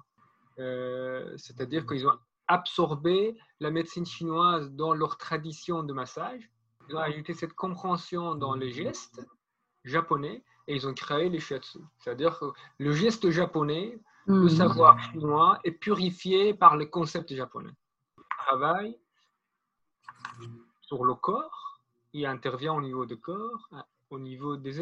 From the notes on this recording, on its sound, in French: Les conditions d'enregistrement ne sont pas optimales.